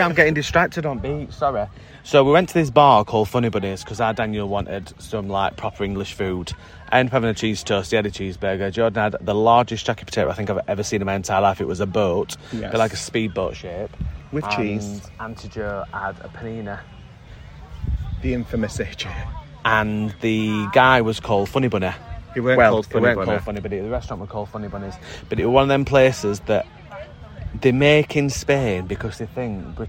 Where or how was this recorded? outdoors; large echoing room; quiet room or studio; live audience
outdoors